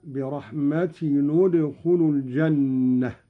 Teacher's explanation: قرأ قالون بضم أولى الساكنين، وهو تنوين التاء، هكذا: برحمتي ندخل الجنة.